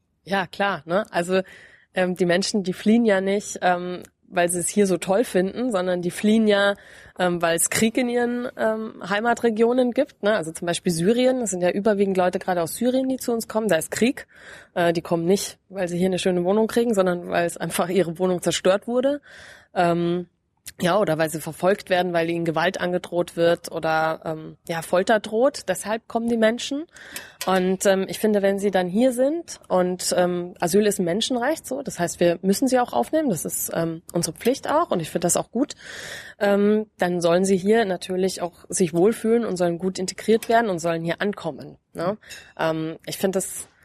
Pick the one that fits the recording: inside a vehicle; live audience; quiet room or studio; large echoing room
quiet room or studio